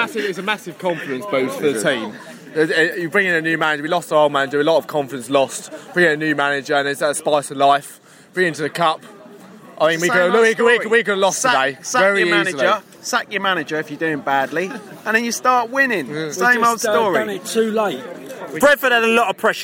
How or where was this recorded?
busy venue